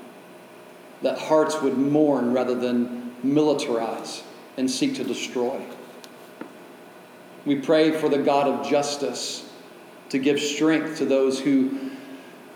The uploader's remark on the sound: delivered at Oasis Church on October 15, 2023